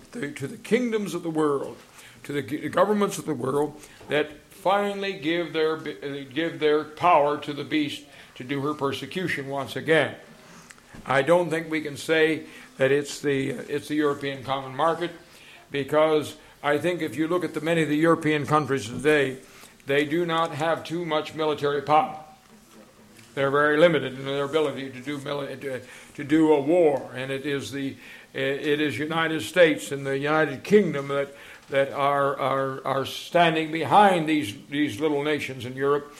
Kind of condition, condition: setting, large echoing room